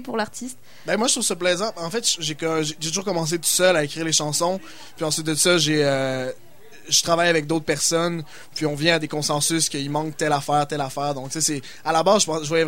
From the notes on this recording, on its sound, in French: Premier participant du concours Montre tes talents au Sacrilège. En direct du bar le Sacrilège.